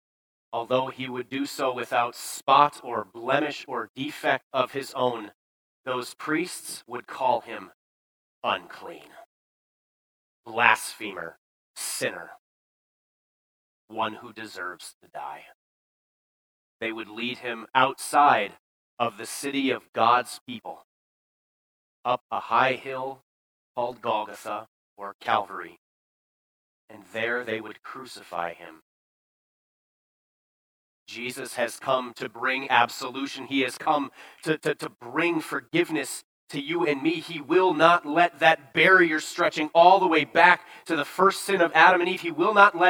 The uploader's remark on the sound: Bethany, Appleton, WI. Preached this sermon at Bethany's Sunday worship on October 9, 2022.